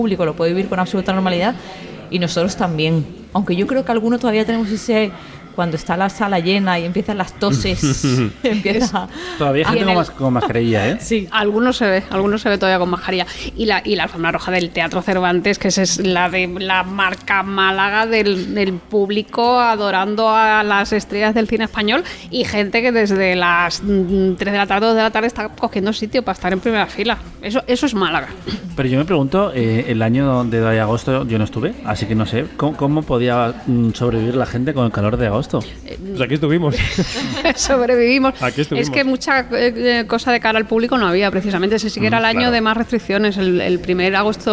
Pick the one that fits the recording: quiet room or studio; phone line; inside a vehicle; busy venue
busy venue